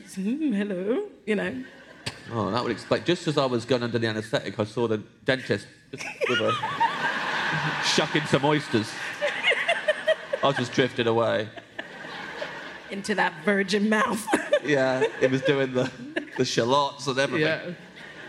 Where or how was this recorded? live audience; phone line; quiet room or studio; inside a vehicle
live audience